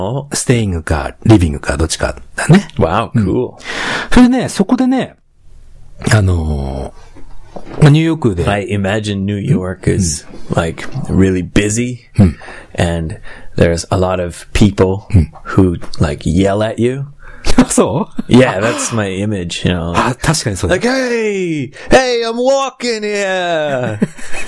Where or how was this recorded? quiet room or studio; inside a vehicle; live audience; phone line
quiet room or studio